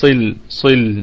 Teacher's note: الصاد في الدرجة الثانية من درجات التفخيم لأنها مفتوحة